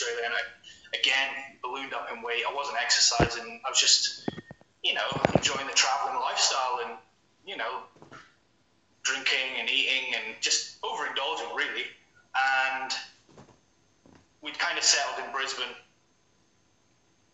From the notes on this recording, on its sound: A full-time personal trainer calling from Brisbane in Australia.